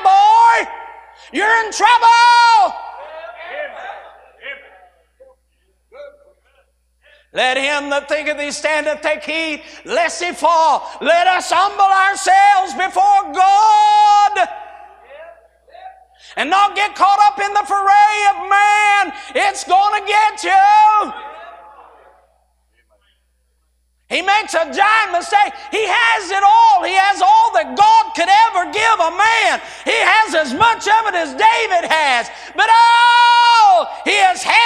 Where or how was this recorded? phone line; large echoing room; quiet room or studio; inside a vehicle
large echoing room